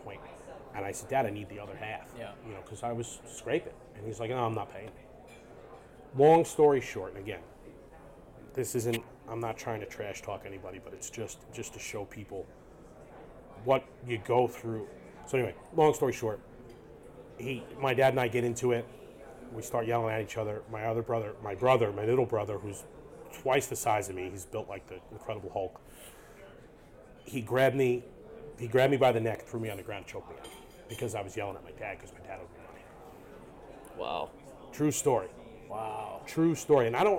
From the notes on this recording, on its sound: LIVE AT CONEXPO 2023!